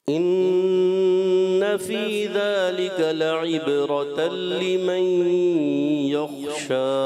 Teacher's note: ان نون مشدد کو لمبا کریں گے غنہ کریں گے